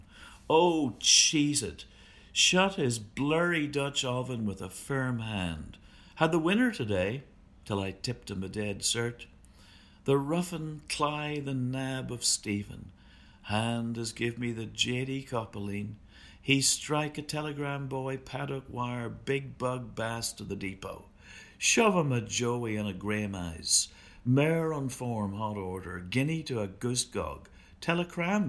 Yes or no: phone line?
no